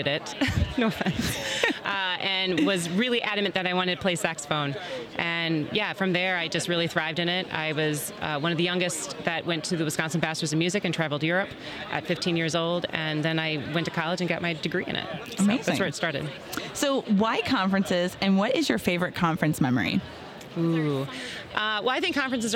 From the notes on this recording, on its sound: Live From Our Booth at MAX